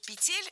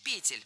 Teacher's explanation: Правильный вариант – петель. Ударным во множественном числе должна быть «е» в первом слоге. · Shown in: second take